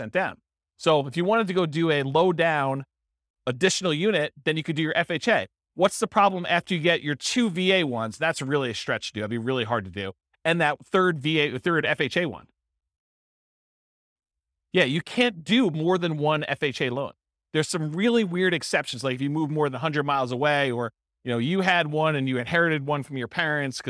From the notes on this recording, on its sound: This was a live class recorded